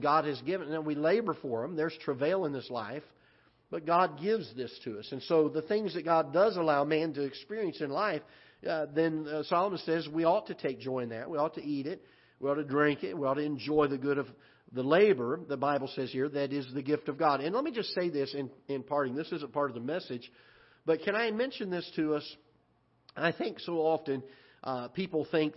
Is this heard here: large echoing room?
yes